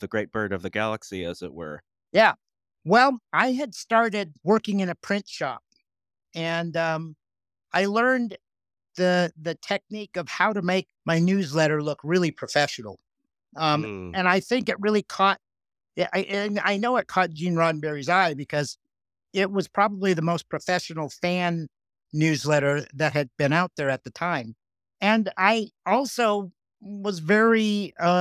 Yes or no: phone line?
no